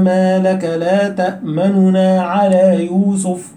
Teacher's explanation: والروم هنتكلم عنه إن شاء الله تعالى، اللي هو الذهاب بثلثي الحركة يعني الضمة، هقسمها ثلاث حتت، هطير حتة جزئين وهبقي ايه جزء واحد، تبقى كده شعرة من الضمة خلاص.